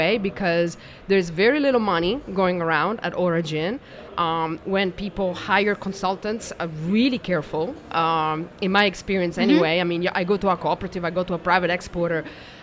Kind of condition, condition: setting, busy venue